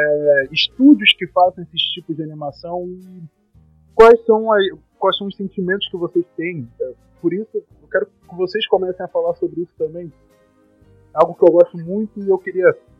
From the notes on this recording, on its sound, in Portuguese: uma péssima qualidade de áudio